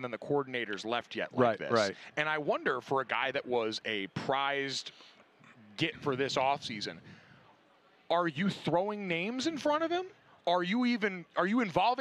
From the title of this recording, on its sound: from Radio Row in Arizona